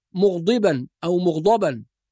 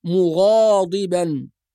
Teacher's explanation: كذلك في كلمة مغاضبا، بعض الناس لا ينتبه إلى الألف الصغيرة بعد حرف الغين، فبعضهم يقرأ مغضبا أو مغضبا، وهذا لحن جلي، وإنما ننتبه إلى فتح الغين والألف التي بعدها · Shown in: second take · وهذه الألف الصغيرة تسمى الألف الخنجرية، تشبه الخنجر يعني الصغير، وهي علامة من علامات الضبط، أو تسمى الألف الصغيرة، فنقول مغاضبا.